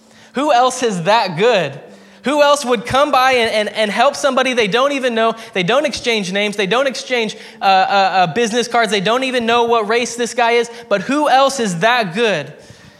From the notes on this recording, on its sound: preached at Hermiston Assembly